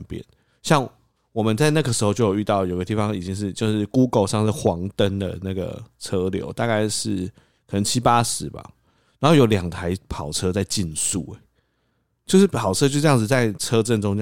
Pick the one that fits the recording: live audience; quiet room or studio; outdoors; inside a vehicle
quiet room or studio